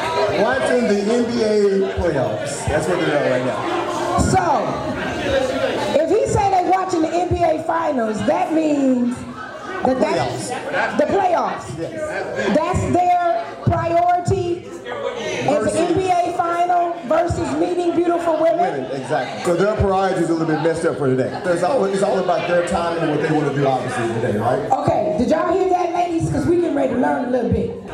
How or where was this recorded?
live audience